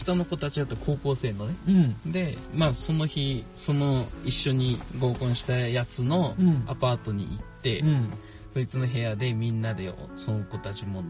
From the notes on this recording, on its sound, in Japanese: 私たちは宮崎のとある道の駅で収録しておりますが